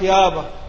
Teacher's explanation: والهمزة في الأول سهلت يا أبا، وبعدين اتشالت خلص الهمزة راح أثرها فأصبحت يابا